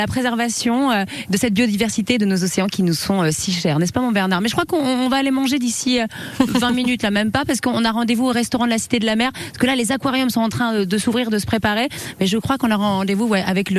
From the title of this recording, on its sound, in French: en direct de la Cité de la Mer